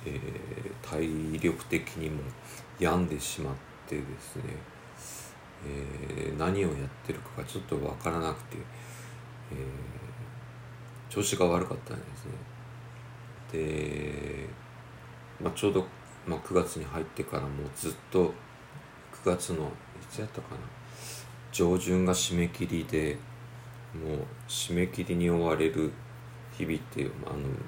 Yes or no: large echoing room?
no